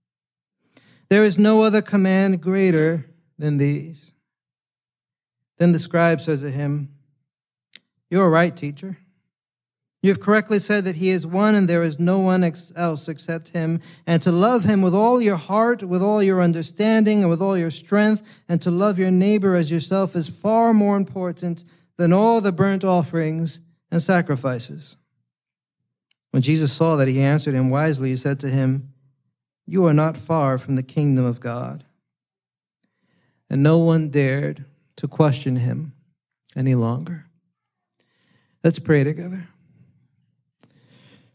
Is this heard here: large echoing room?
yes